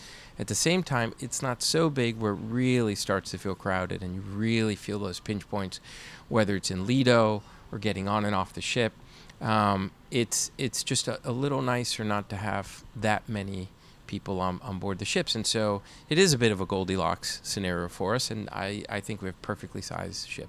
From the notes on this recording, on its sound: at this year’s Seatrade Global Conference